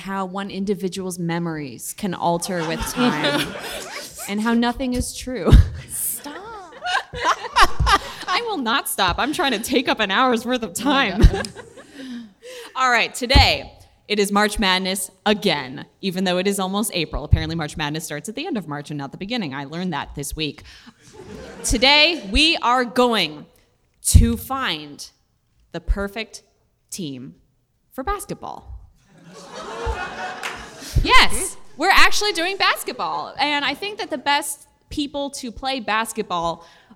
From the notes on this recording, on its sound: March Madness: PAX East 2019 Live. Live from PAX East.